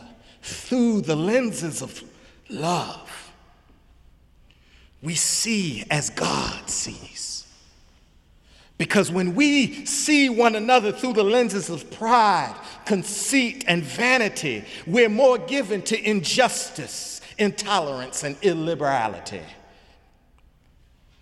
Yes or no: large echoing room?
yes